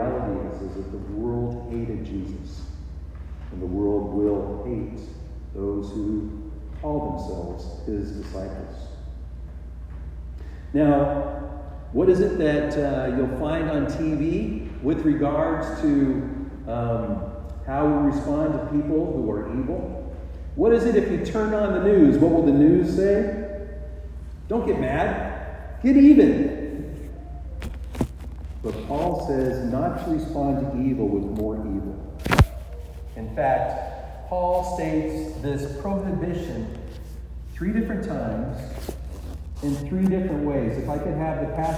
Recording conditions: poor sound quality